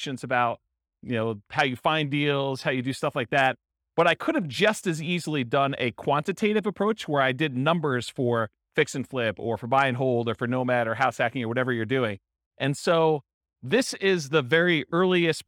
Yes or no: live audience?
yes